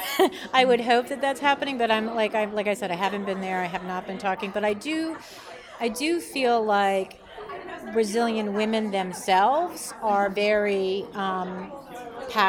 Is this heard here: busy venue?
yes